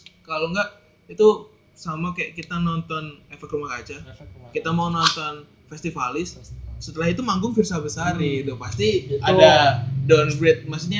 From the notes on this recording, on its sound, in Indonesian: Maap yak suara kurang jelas, gak ada yg mau beliin mic pooo..??